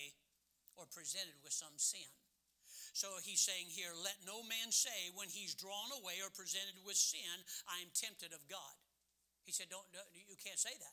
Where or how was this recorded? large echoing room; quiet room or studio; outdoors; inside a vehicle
large echoing room